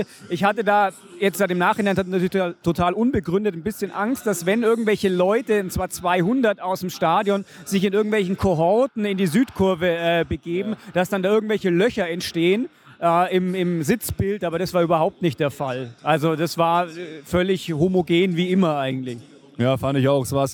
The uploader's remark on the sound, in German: Wir waren live in der Südkurve und haben uns die Sache mal direkt angeschaut und zahlreiche Interviews mit Fans und Ultras geführt, um die Sache mal genauer zu beleuchten. Sowohl vor dem Spiel, als auch danach sowie mitten in der Kurve haben wir für euch aufgenommen. Mit viel Singen, Klatschen, Springen und absolut ohne Aufnahme von Nährstoffen.